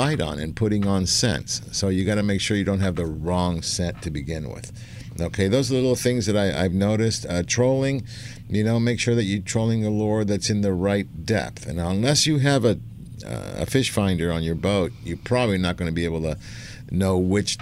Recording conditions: busy venue